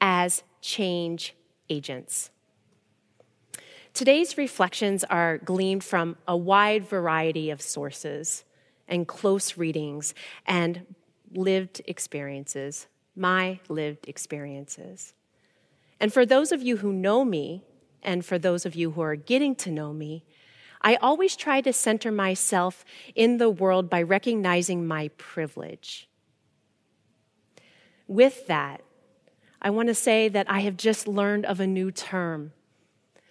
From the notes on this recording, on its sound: Recorded live at Beatitudes Church, Phoenix, AZ